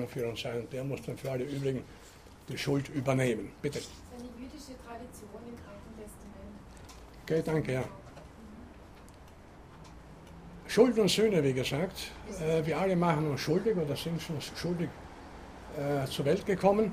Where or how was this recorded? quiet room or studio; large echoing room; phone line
large echoing room